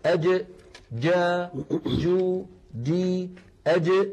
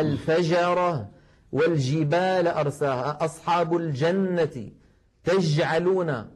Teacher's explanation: هذه جيم عامية وليست فصيحة، مخرجها صحيح ولكن فاتها صفة من صفات الجيم الفصيحة وهي انحباس الصوت أي صفة الشدة · Shown in: second take · هذه الجيم الدال أد، جرب أخي في بيتك أد، تجد بأن الصوت قد انغلق تماما.